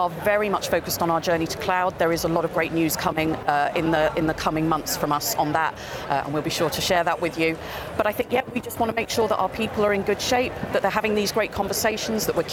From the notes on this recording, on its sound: Live from Europe's Biggest Event Accountex. We're going to run a series of live interviews conducted at Accountex 2022 which took place in London recently. Enjoy the live buzz of the event!